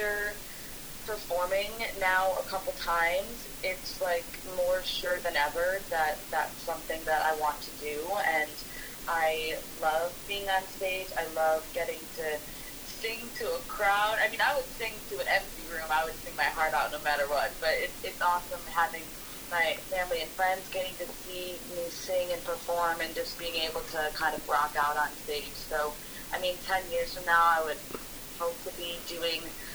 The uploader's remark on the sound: Our apology for the subpar audio quality - a technical problem that has since been corrected!